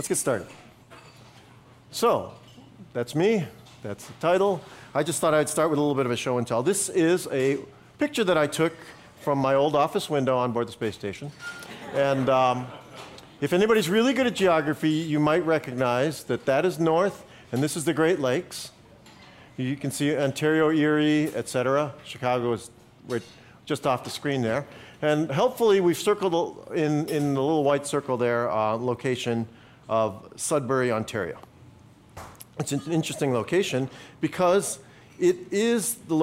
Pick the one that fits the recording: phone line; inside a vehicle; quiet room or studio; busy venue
busy venue